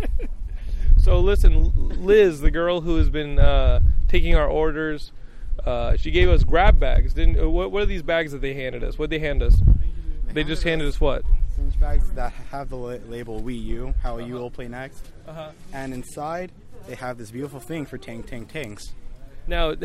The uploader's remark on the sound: This is my WiiU camp out audio diary! I camped out in front of a Los Angeles Best Buy with other Nintendo Die Hards.